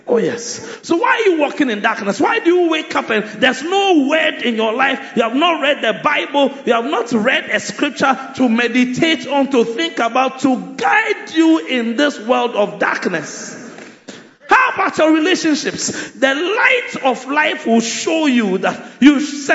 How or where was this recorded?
large echoing room